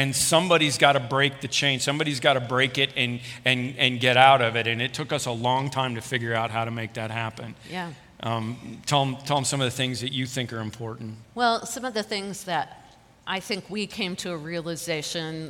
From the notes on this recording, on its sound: This podcast is a recording from a weekend service at Parkview Christian Church.